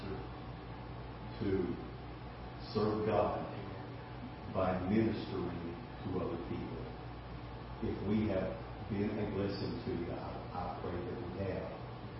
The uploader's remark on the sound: Ketha Heights Baptist Church ~ Live Broadcast